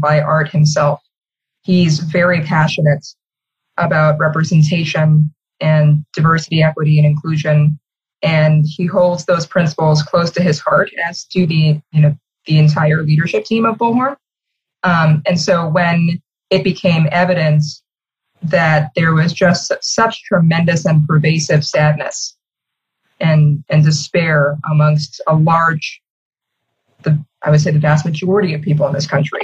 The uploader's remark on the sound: sits down (to a Zoom call)